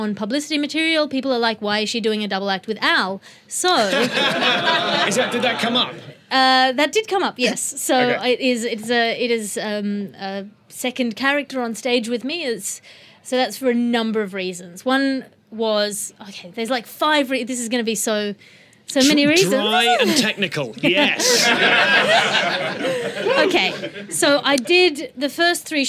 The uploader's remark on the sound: Live from the Edinburgh Fringe 2018. 30 podfans saw her show "Ethos" together, met up for a social, and then attended an exclusive live interview in "Audrey", the Vintage Mobile Cinema.